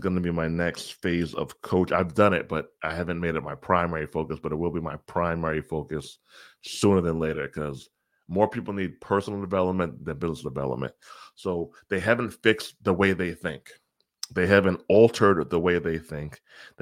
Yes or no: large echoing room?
no